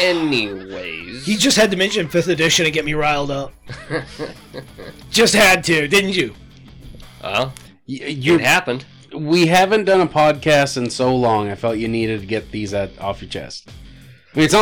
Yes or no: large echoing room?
no